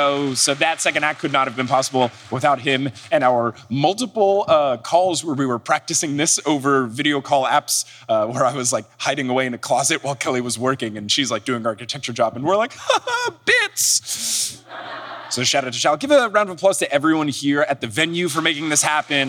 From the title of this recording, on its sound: LIVE in SF!